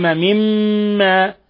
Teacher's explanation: الميم مشددة تغن مقدار حركتين · Term: حرف غن مشدد